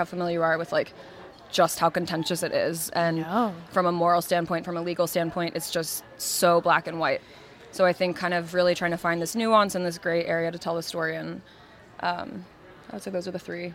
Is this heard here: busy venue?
yes